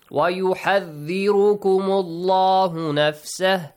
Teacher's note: the letter lam has to be pronounced with heavy sound